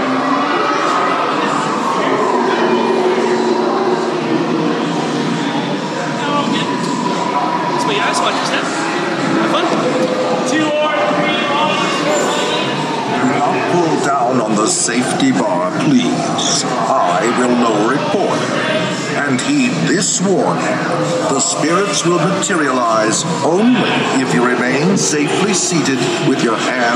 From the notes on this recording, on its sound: Disneyland - The Haunted Mansion. This is simply a full ride thru starting with audio on the steps of the mansion.